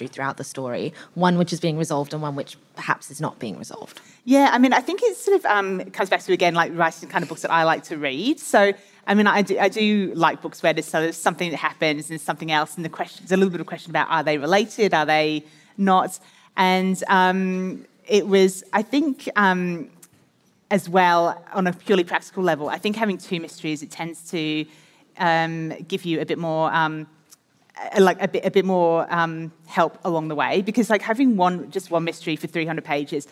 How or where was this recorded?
live audience